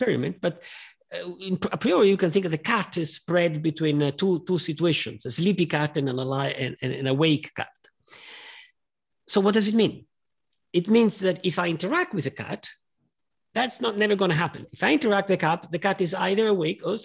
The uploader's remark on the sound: This talk was recorded at 5x15 online in April 2021.